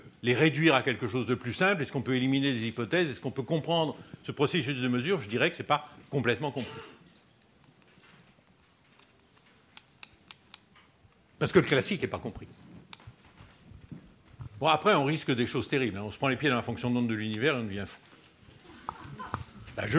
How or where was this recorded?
large echoing room